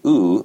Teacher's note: when I say e and then I say oo, my lips round forward · Term: lip rounding